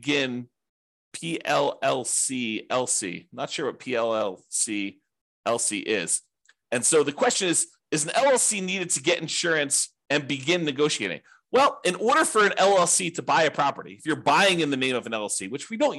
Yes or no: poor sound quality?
no